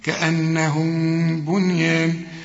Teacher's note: كل ميم بعدها باء بدون تشكيل زي دي بيحصل إخفاء، ما تقفلش شفايفك فيها